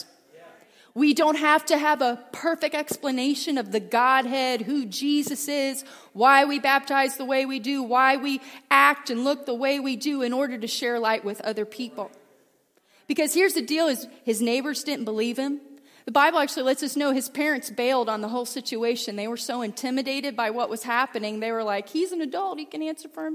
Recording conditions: large echoing room